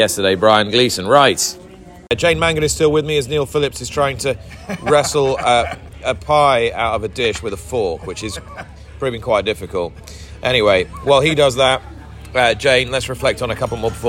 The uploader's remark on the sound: On Day Three of the Cheltenham Festival in an episode brought to you from the Fitzdares Club in the Orchard.